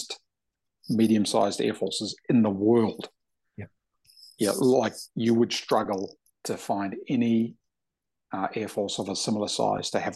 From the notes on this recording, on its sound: Zoom